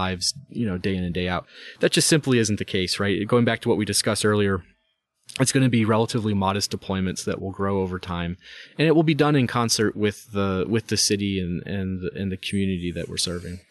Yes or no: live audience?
no